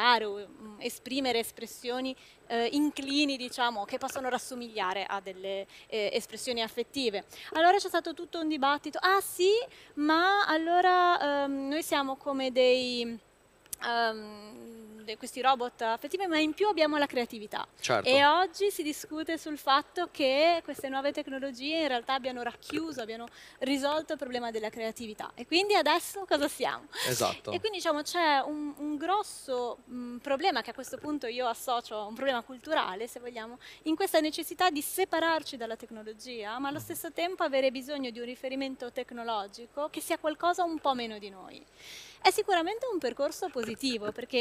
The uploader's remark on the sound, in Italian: Al Web Marketing Festival ho cogitato